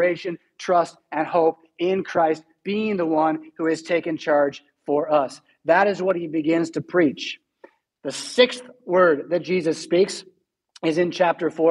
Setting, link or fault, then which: setting, large echoing room